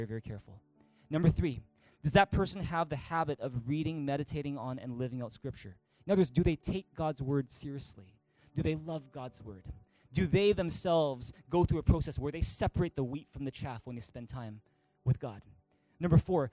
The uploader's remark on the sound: At THRIVE Church Vancouver, Canada.